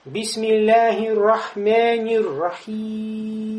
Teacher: В конце кясра, но я ее не произнес. Сделал сукун. · Term: Ишба